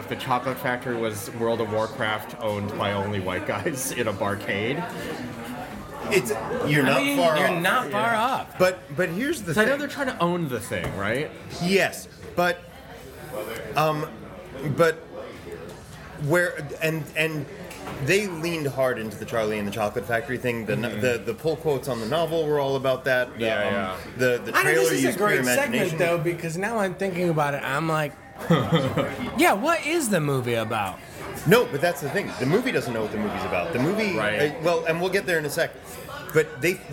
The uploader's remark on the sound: Recorded live at The Holloway in Los Angeles, CA.